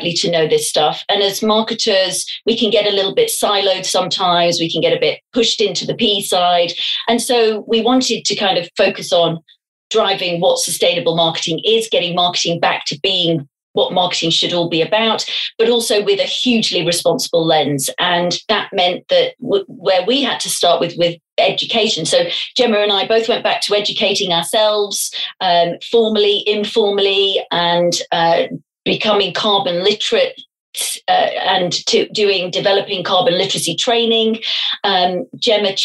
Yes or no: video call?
yes